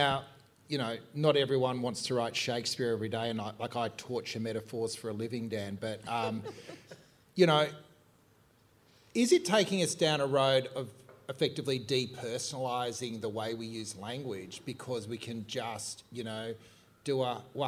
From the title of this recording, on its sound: Burning Platforms Live in Melbourne